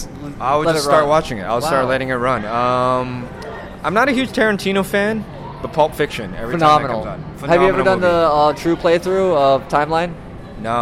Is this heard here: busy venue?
yes